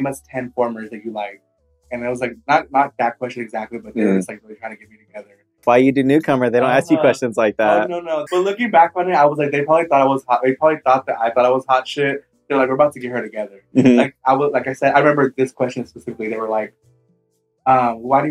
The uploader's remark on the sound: Apologies for the audio on this one.